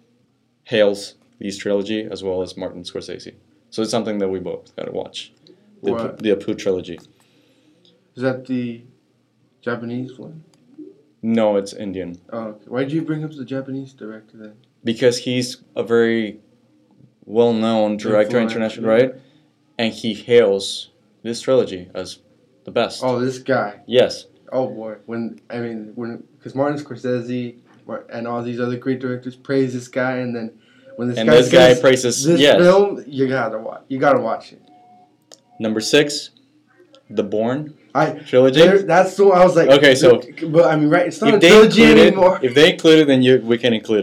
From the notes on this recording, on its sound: A big apology for the bad quality of audio on this episode our input was set somehow to built-in instead of our Yeti mic.